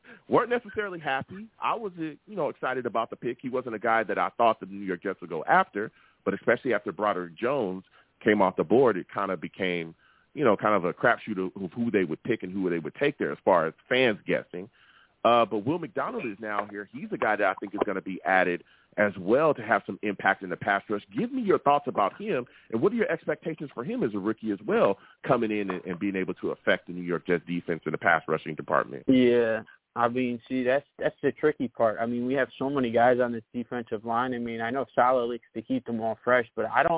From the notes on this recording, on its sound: I take live callers!